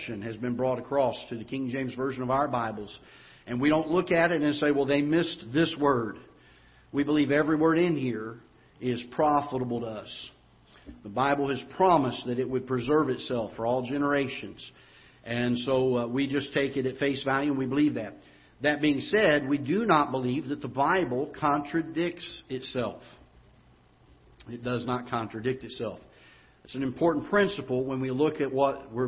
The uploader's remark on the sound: Ketha Heights Baptist Church ~ Live Broadcast